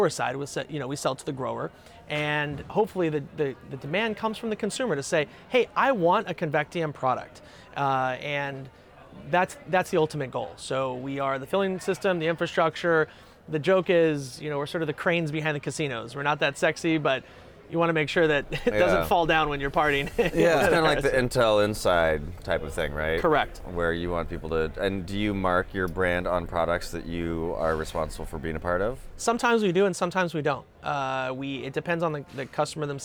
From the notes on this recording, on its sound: Live from New West Summit.